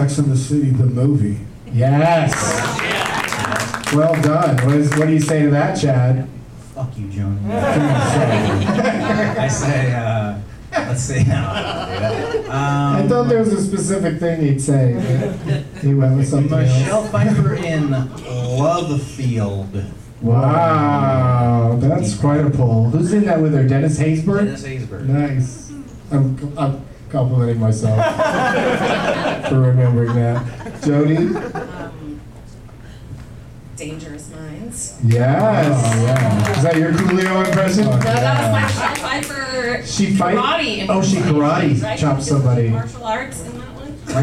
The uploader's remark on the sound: Live from the Punchline in Sacramento